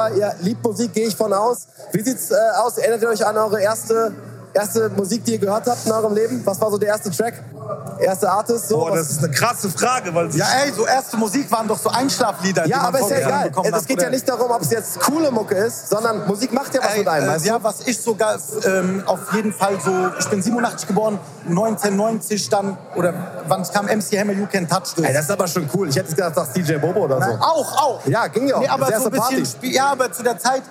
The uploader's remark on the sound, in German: Exklusive Einblicke und Interviews mit Promis, Influencern und Artists vom WINTER WORLD CLUB DOME 2024.